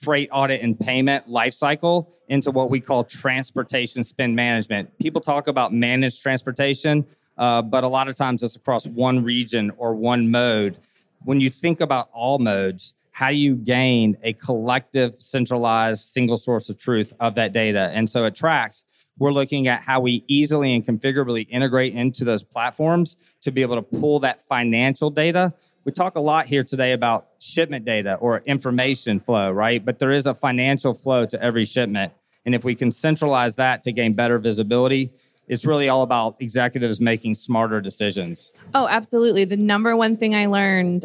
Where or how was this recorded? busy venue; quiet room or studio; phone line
busy venue